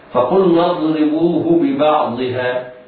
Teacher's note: الراء في كلمة اضربوه مكسورة حكمها الترقيق